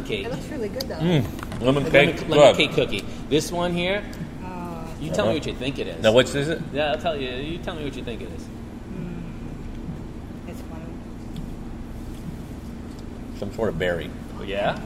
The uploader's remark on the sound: I was live on location at one of my favorite pizza locations in the Triangle, Manhattan Pizza - Holly Springs!